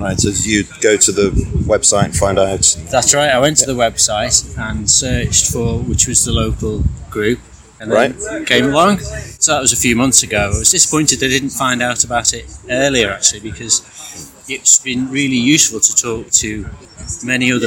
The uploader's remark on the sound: Each Sunday morning I take part in "A Stand in the Park" in a nearby town here in Lancashire. In the form of an "audio diary". Just to give a sense of the atmosphere of the Stands. My gracious friends at the Stand, who kindly agreed to speak for this recording.